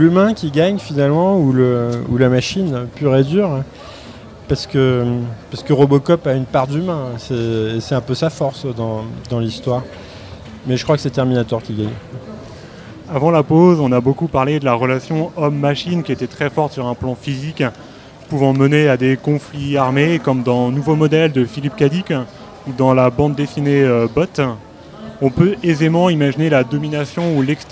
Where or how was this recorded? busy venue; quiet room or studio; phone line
busy venue